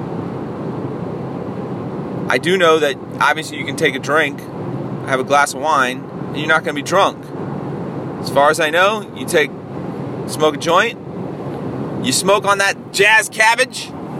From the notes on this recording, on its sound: a solo dolo podcast while i was driving